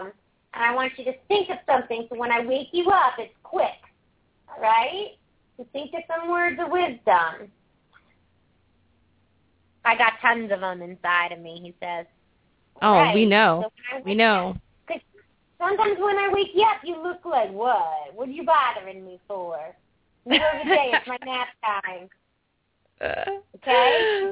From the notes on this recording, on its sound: open up the lines for listeners to call